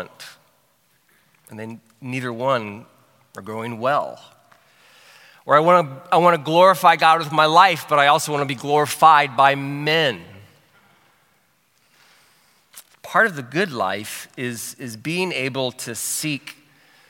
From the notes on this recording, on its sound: From Session One of our 2023 City Life Discipleship Conference